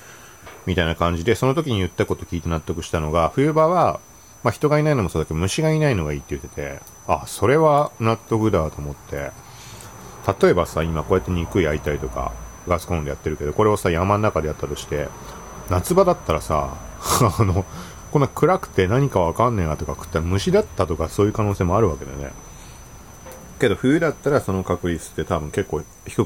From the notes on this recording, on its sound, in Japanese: 敢える環境音入り豚バラおうち時間。時々、咀嚼音注意。超おすすめマイクTASCAM DR-07X ステレオ/無指向性、iPhoneボイスメモ収録。ミスって低域カットオンになってました。敢えての環境音入りポッドキャスト配信。